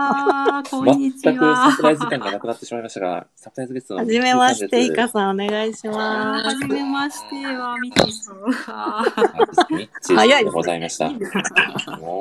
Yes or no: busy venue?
no